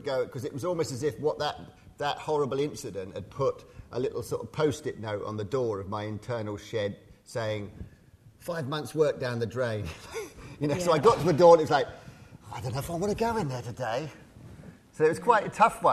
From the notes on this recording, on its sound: Originally hosted by Severnside Institute for Psychotherapy, in partnership with The Bridge Foundation and Rowan Arts, Connecting Conversations is a series of events. A recording of a Connecting Conversations event.